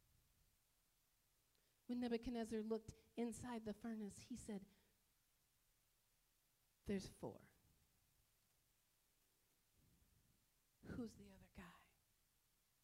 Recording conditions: large echoing room